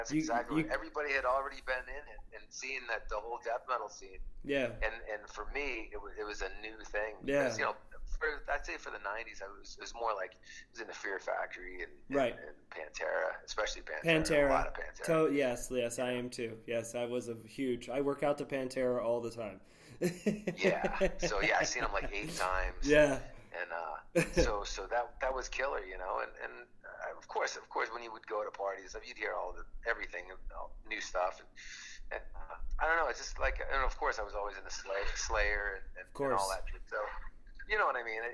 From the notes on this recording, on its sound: Just a quick call in Interview